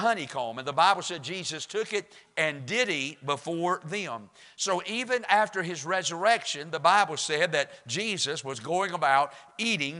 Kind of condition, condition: setting, large echoing room